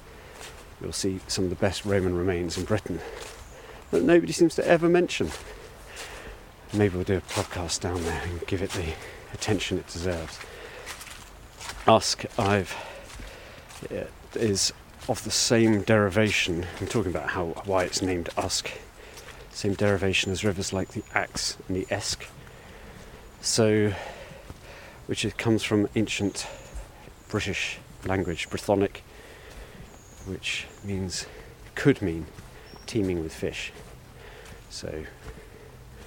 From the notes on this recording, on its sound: Wildlife ramble along the River Usk. It's early January and the river is high – but the wildlife is stirring on this magical Welsh waterway including a special guest right at the beginning of the recording…